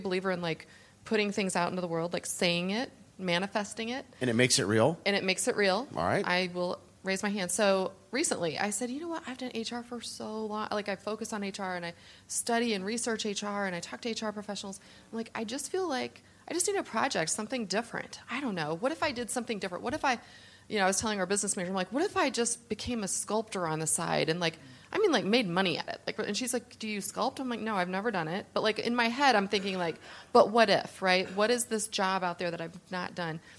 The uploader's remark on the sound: Recorded live at Ultimate Software Connections 2020 and in front of live audience of CHROs and Senior HR leaders.